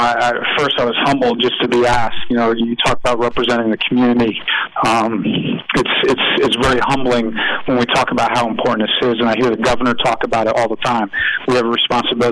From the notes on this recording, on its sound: on his phone from the task force headquarters